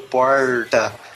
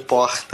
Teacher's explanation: Para os cariocas, eles não conseguem fazer o R retroflexo, que é o do porta. · Shown in: first take